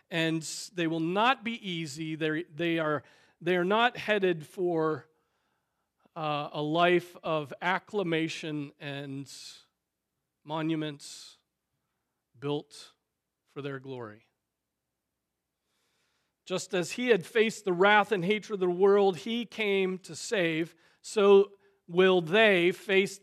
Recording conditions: large echoing room